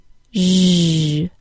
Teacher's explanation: Now let's turn the SH sound into a ZH sound by activating our vocal cords deep in our throat. It sounds like zh.